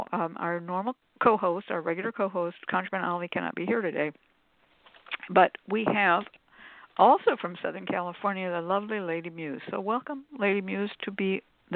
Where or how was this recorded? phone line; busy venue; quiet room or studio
phone line